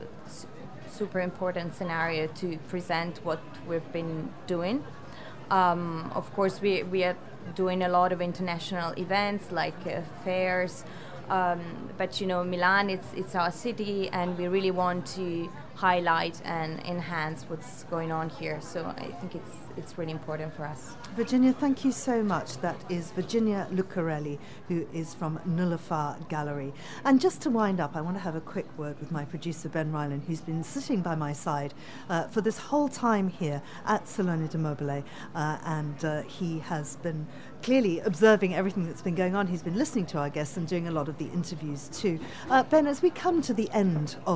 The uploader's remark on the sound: broadcast live from Salone del Mobile in Milan